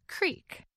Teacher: Most Americans say this word as creek, with a long E sound, like in the word beet.